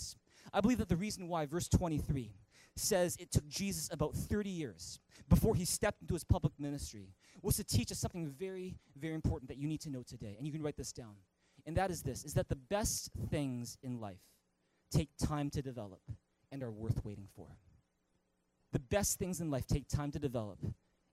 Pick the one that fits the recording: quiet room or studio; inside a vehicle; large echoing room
large echoing room